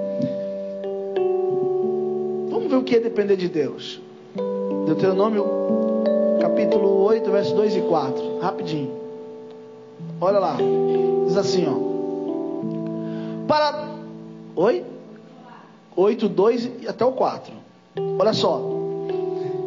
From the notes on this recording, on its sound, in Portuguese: Culto gravado em 28/08/2022 durante culto da Família